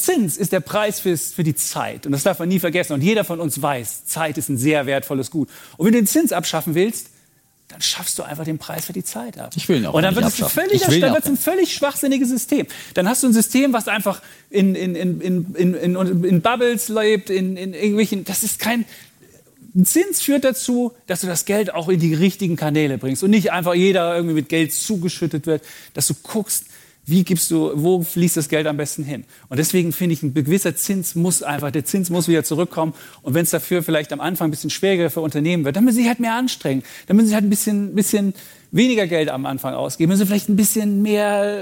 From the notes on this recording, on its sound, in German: Diese Sonderfolge wurde live vor Publikum auf dem WELT Transformationsgipfel aufgezeichnet.